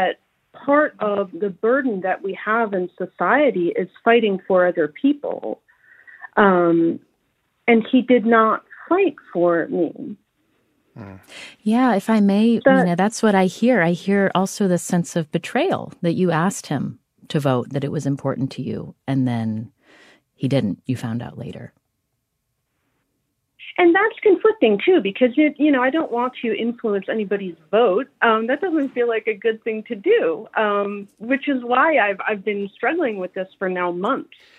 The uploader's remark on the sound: A live call-in show. Heard from listeners all around the country.